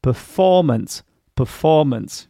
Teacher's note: the first syllable has the schwa sound, so it is not stressed. We cannot say performance.